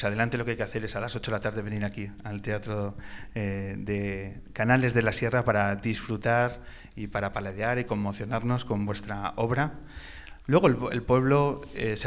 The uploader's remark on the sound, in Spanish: La grabación de esta edición especial que hemos realizado desde el teatro más antiguo de La Rioja, en plena Sierra de la Demanda, en el pueblo de Canales de la Sierra. Un lugar lleno de historia y magia donde sobre su escenario hemos grabado.